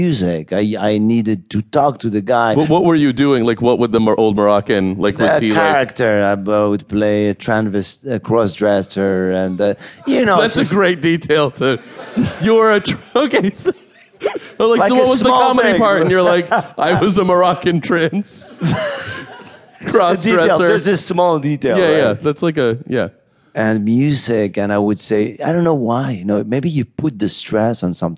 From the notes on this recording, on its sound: At the Just for Laughs Festival in Montreal. A special live recording of Hold.